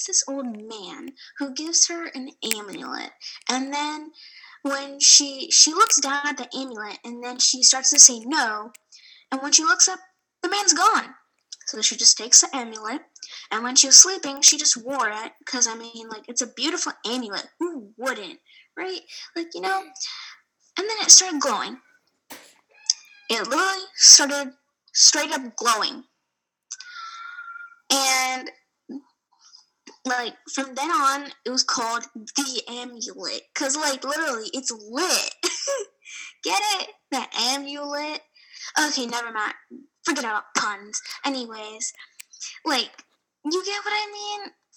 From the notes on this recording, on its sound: sorry if the mic quality is bad because we're just beginners